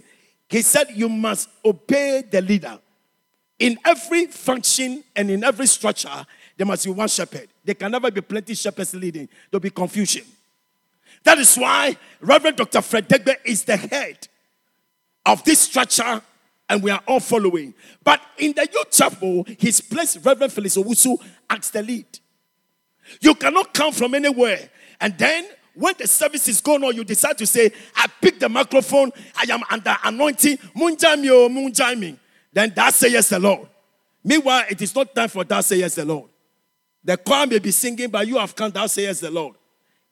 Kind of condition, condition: setting, large echoing room